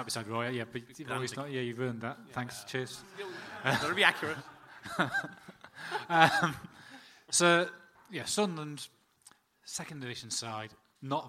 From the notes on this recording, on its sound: Live In Dublin. The entire audio recording from our event in Dublin on Monday 3rd December.